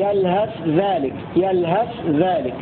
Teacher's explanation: بإظهار الثاء عند الذال في سورة الأعراف